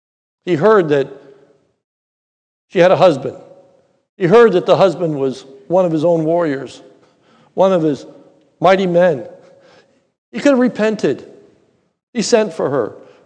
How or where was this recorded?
large echoing room